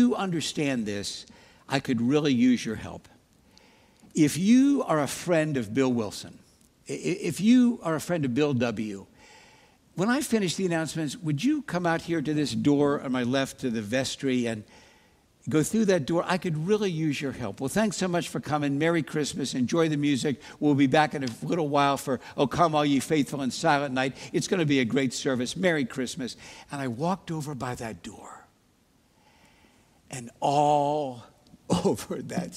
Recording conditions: large echoing room